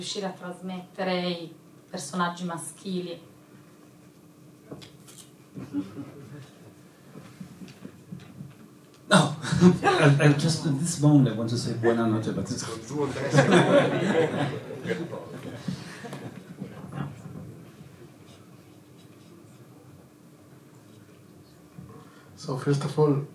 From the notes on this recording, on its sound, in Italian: Live Show. Questo episodio speciale è la registrazione dell'anteprima di Il Cielo Brucia al Cinema Galliera di Bologna.